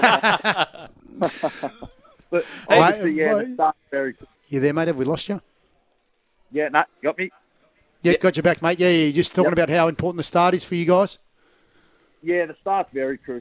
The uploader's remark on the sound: live from the Adelaide Street Oval home of the Killarney Vale Bombers